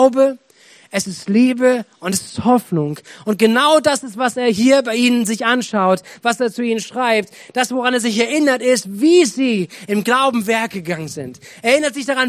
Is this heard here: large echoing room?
yes